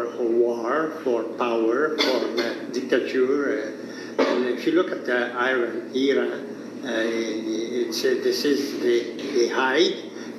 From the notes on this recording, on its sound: On this weeks episode we are sharing a LIVE talk we gave at the Moncton Public Library.